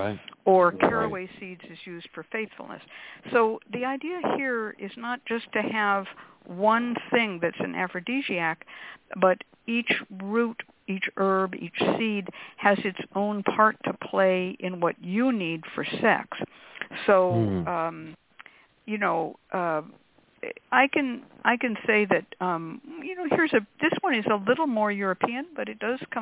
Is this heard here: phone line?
yes